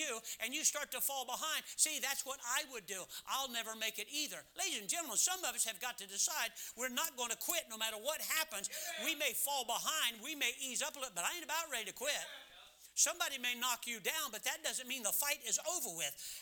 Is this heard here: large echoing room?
yes